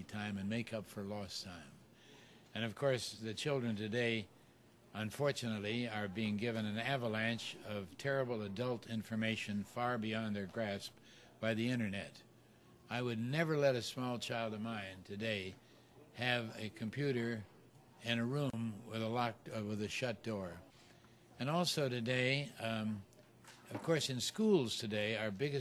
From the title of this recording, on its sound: Interviewed At The Bookstore